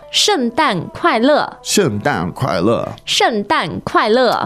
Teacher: So you have four fourth tones in a row there